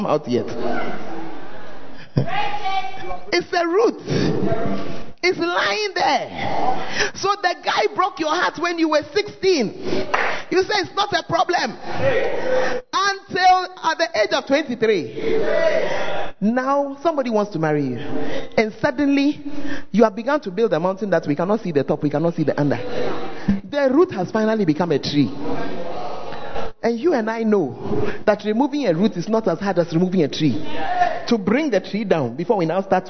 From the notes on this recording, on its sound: Preached At The Firstlove Centre, Ayeduase (Gathering Service).